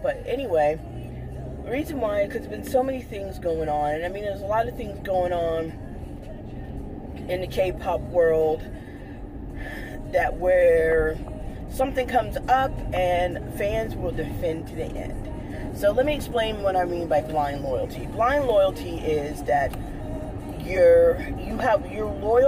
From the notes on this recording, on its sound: This episode was recorded in my car.